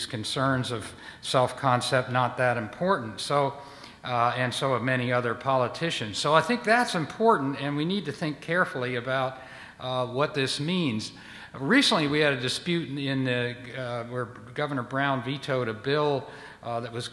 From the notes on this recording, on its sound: Respond to audience questions.